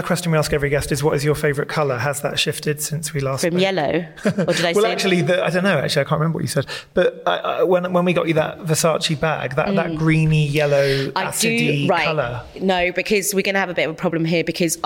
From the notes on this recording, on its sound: Live at Jupiter Artland. Recorded in front of an intimate live audience at Jupiter Artland, Edinburgh.